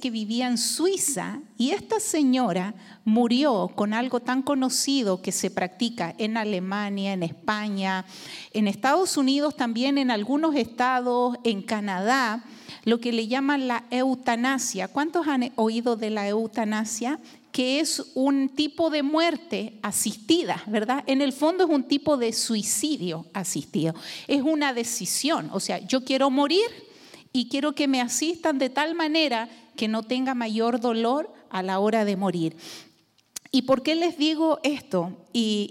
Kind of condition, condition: setting, large echoing room